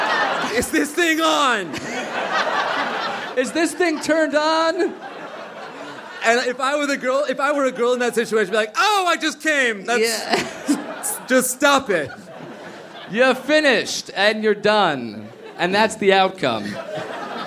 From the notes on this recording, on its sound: A call from a friend. All live at the Irvine Improv in Irvine, CA!